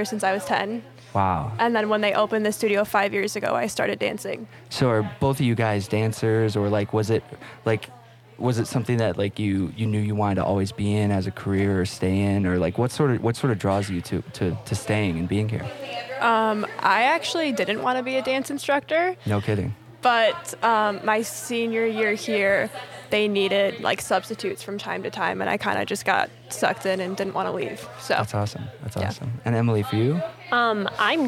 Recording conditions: background noise